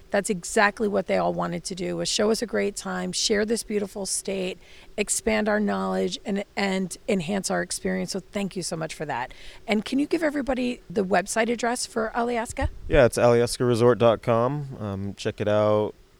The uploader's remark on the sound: Live from the road. Crew got an exceptional opportunity to visit the Alyeska Resort in Girdwood, Alaska.